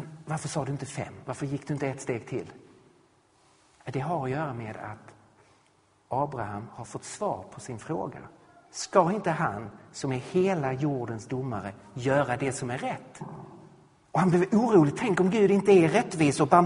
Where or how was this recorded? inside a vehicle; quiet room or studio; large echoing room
large echoing room